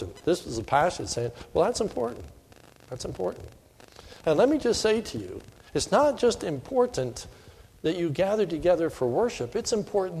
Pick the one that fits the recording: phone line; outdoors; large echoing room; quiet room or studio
large echoing room